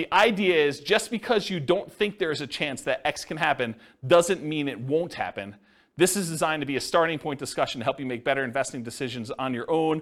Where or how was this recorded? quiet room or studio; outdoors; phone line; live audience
live audience